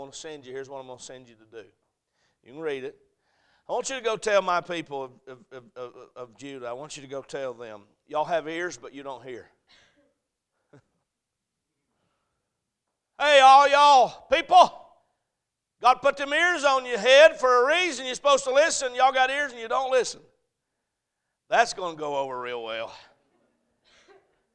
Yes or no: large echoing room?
yes